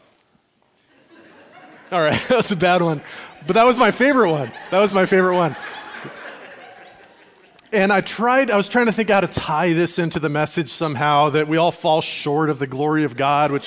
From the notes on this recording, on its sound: Recorded at Liferoads Church in Spokane on June 18, 2023.